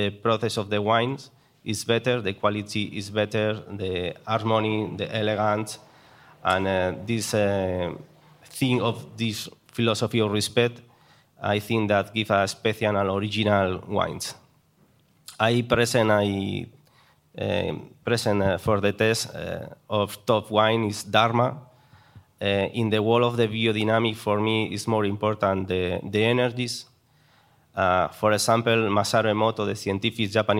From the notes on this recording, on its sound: This episode of HRN On Tour comes to you live from Raw Wine 2022 in Maspeth, Queens. Hosts a wine tasting comprised of 6 wines from the Castlilla y Léon region of Spain.